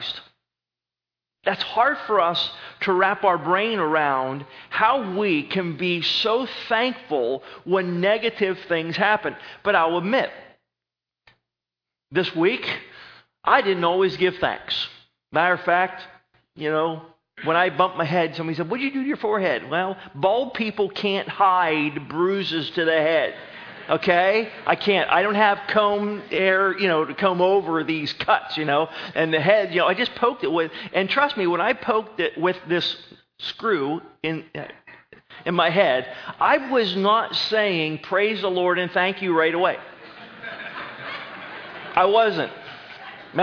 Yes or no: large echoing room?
yes